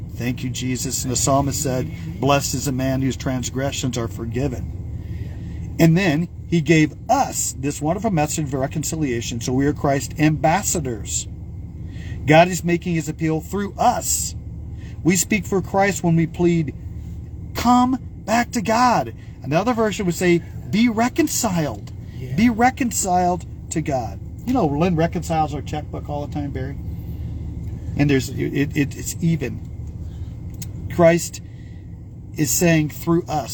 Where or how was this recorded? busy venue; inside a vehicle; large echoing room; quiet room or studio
inside a vehicle